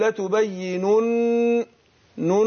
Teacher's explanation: وعندنا ما اجي اقول لتبيننه، النون عندنا هنا ايه مشدده، والنون المشدده بتاخد غنه حركتين · Term: غنه النون